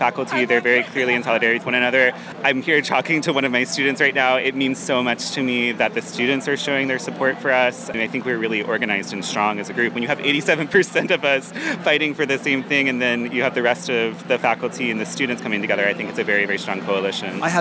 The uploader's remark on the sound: The sound of the picket line at the New School’s flagship University Center building at 5th and 13th Street bore witness to month-long strike by the University’s part-time faculty.